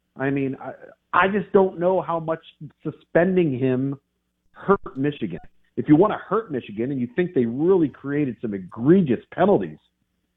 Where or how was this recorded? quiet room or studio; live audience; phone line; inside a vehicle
phone line